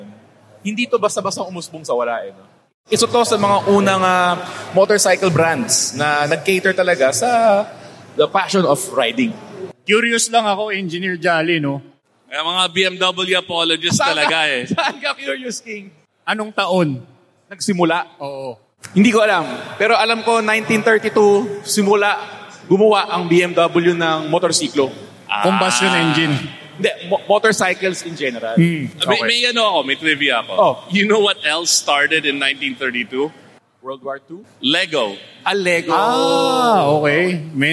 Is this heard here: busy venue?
yes